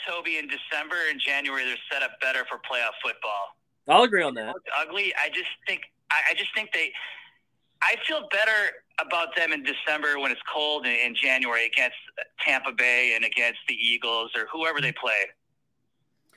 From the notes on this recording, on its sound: We take some live calls and react to some voicemails